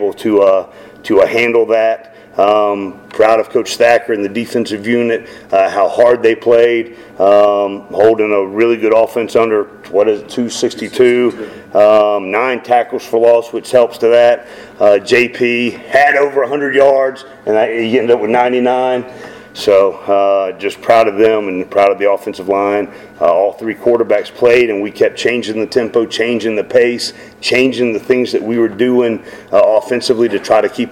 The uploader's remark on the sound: Postgame press conference (USF).